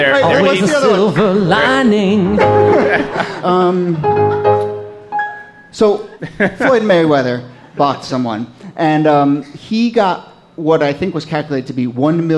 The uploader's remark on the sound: Ask Roulette is a conversation series in which strangers ask each other questions on stage. This excerpt is from our October regular show at Housing Works Bookstore.